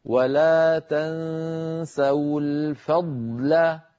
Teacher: فيها ضاد ساكنة بعدها لام نبين الضاد هكذا ولا تنسوا الفضل فننطق ضاد ساكنة يتلوها لام لا تأثر لأحدهما